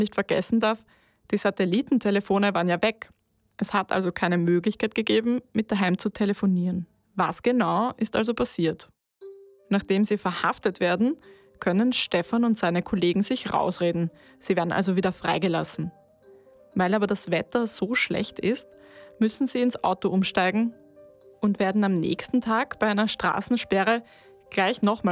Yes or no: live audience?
no